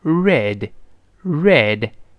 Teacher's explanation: 注意勾舌，r，勾向喉咙跟 e 一拼